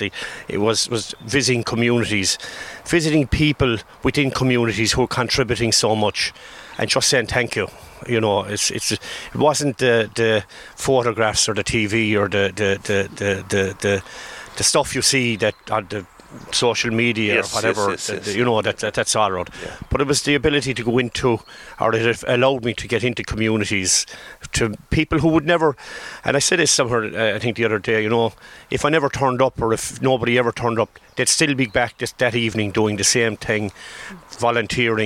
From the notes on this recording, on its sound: Called Into the outside broadcast. Originally broadcast as part of Saturday Chronicle. Broadcast live from the Killaloe Hotel and Spa.